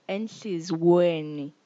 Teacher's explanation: This word is sort of like probably hard to pronounce because it goes enhlizi and then it looks like as if you say yeweni, but it's actually enhlizweni. So you sort of like have to ignore the Y and go to weni instead of yeweni